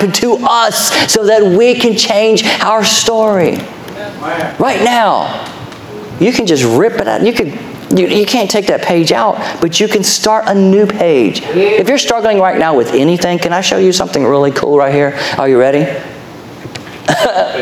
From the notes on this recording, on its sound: Our Sunday Evening Service podcast, recorded live July 9, 2023